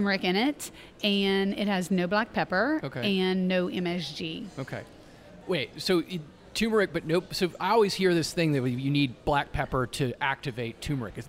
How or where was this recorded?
busy venue